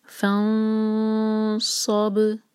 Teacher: सौद को बा से जोड़ेंगे, बा पर है सुकून, तो इस पर हम क़लक़ला करेंगे · नून एम्प्टी है उसके बाद है सौद, तो यहाँ हम इख्फा करेंगे हैवी इख्फा, सौद के लिए ज़बान तैयार करेंगे।